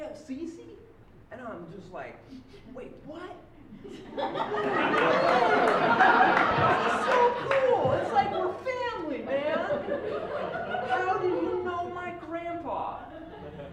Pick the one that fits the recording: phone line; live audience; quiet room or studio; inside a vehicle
live audience